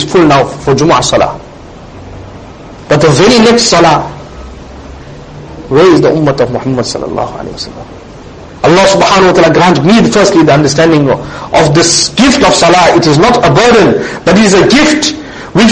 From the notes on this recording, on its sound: Jumuah lecture